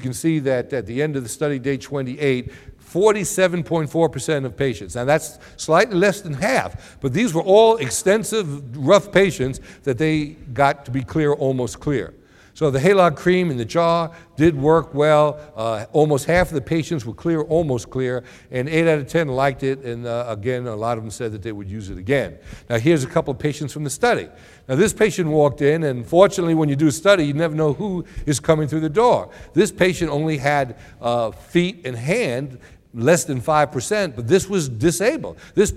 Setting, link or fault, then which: setting, live audience